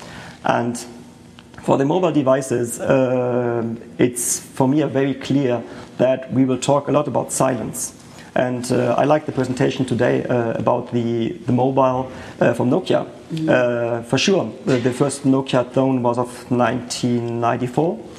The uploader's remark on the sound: The third Audio Branding Congress took place in a full house at Columbia University New York City on November 17th.